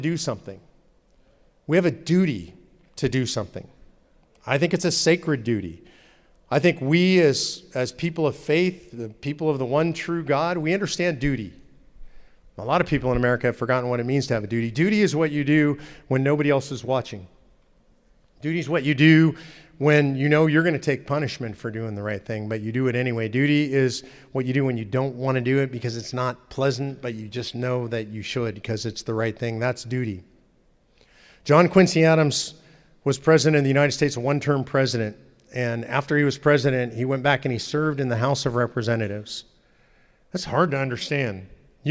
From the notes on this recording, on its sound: In part 2 of his talk at Living Stones Church in Indiana.